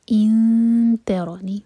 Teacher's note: اور نون کے مخرج کو ٹچ نہیں کریں گے زبان نون پر ٹچ نہیں ہونی چاہیے یہ اخفا ہے